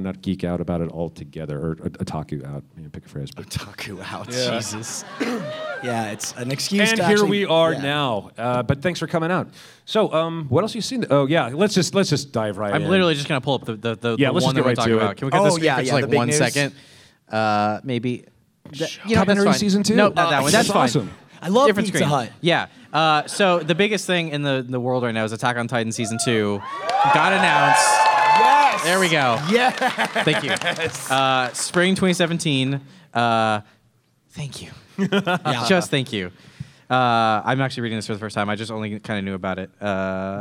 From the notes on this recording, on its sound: RTX Austin 2016. Live Panel at RTX 2016.